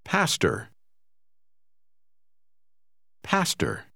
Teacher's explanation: Achten Sie gut auf die Kombination OR, die im Auslaut wie ER ausgesprochen wird.